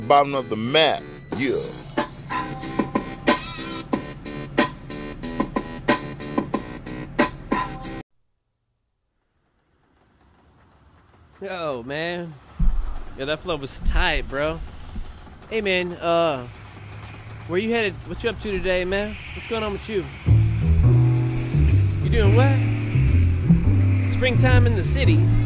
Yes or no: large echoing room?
no